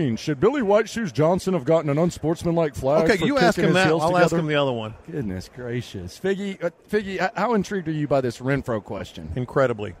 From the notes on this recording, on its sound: The sounds from the Red Carpet last night